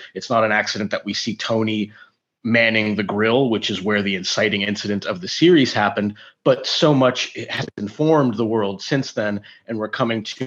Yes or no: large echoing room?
no